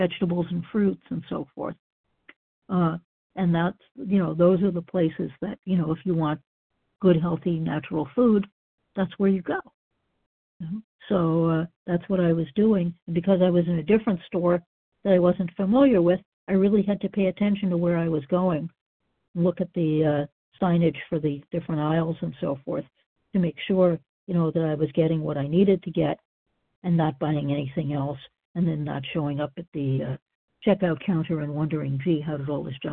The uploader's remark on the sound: qualification from the 100 Pounders Phone Meeting